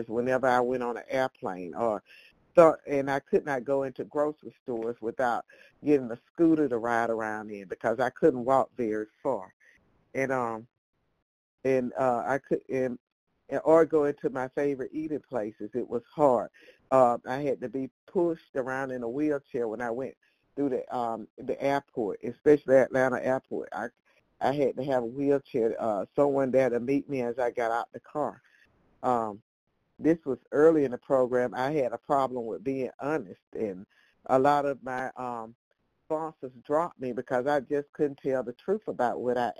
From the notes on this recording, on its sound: from the 100 Pounders Phone Meeting